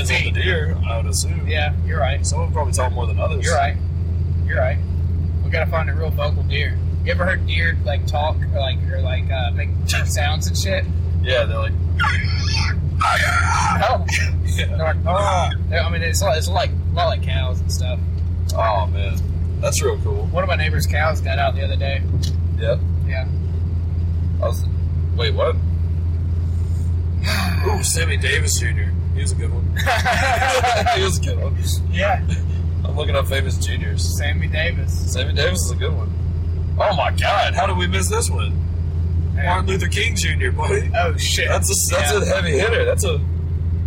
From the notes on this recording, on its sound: We took a roadtrip to Columbus and recorded a podcast in a car. Sound quality probably blows.